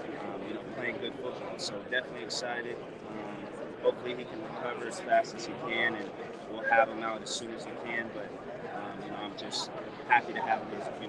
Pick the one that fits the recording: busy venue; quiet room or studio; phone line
busy venue